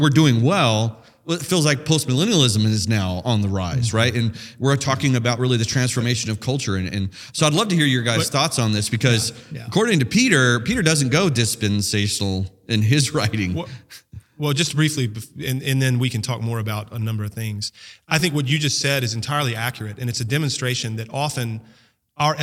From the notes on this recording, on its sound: podcast from the January 2024 Theocast/AG Radio Conference